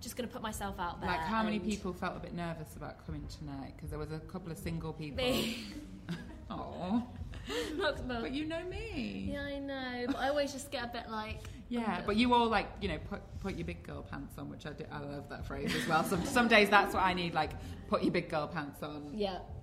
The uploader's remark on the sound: At the Free People pop-up shop in Shoreditch. We recorded in front of an audience, so this is our first ever live episode recording.